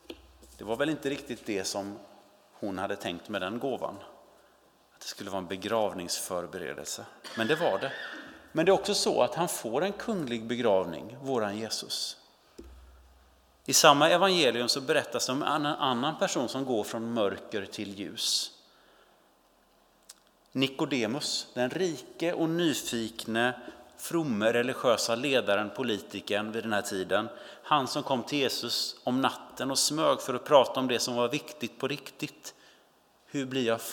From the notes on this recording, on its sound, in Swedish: Inspelning från Immanuelskyrkan Skövde.